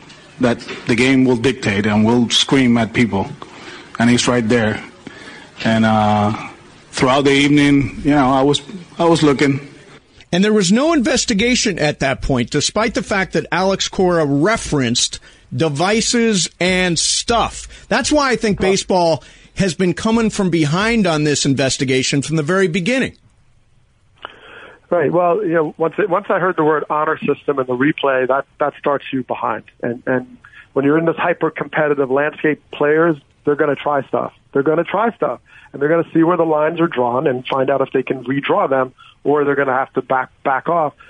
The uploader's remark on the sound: called in to the …/… show